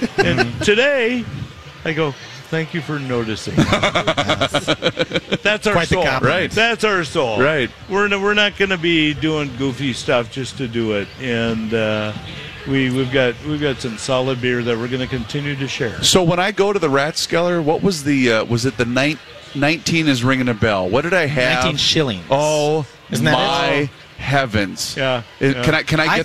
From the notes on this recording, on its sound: Live from the Fair. Live from the Great Minnesota Get Together.